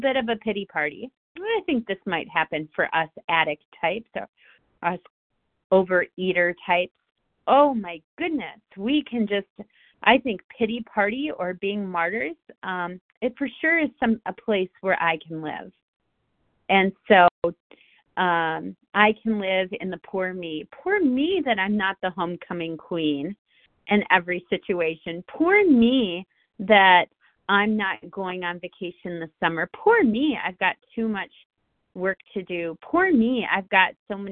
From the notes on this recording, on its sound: from the 100 Pounders Phone Meeting, 6/27/23.